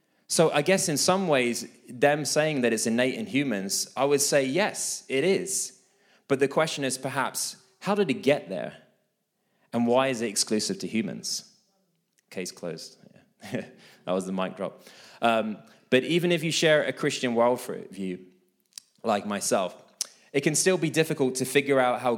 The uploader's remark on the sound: This message was recorded live at our Malmö Gathering on Sunday, October 22nd, 2023. C3 Church Malmö & Lund.